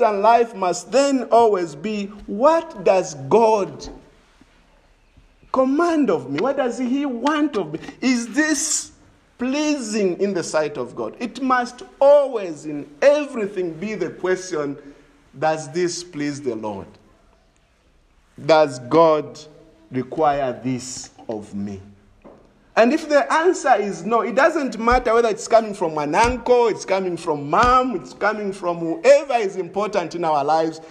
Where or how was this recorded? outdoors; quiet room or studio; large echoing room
large echoing room